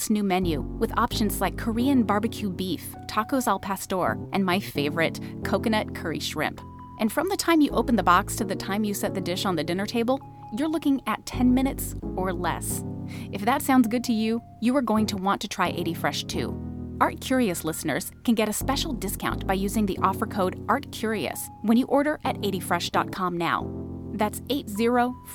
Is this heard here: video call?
no